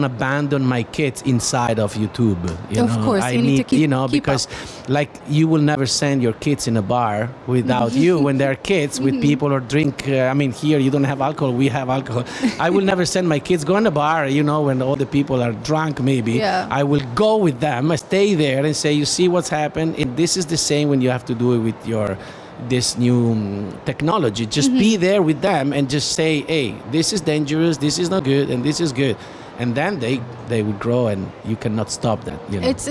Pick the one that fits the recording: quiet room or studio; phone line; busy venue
busy venue